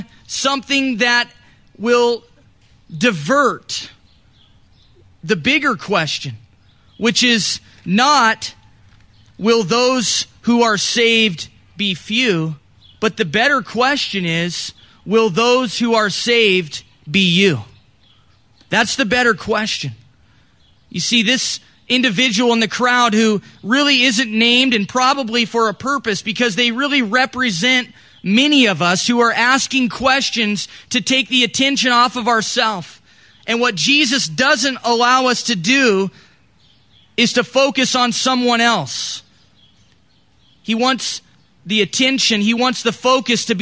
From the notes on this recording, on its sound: This recording was done during our church in the park, July 5th.